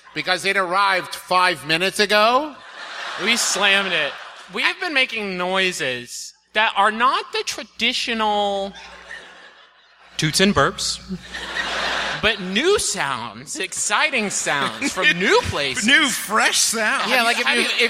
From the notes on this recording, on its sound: Here's our recent live show from the McFarlin Memorial Auditorium in Dallas, Texas.